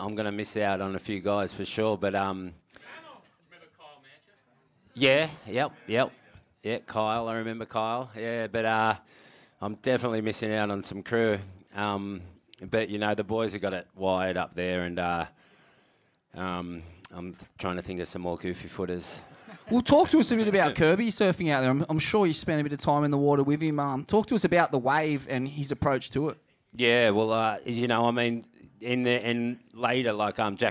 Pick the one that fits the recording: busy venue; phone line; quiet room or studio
busy venue